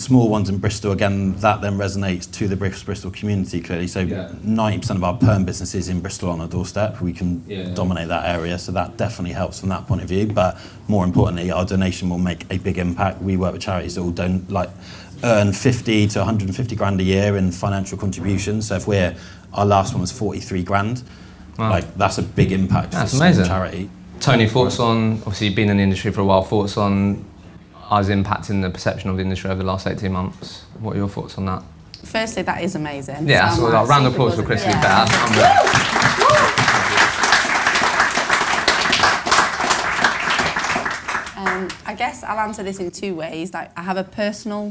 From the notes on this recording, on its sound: We hosted our first face to face LIVE podcast event in London on October the 27th.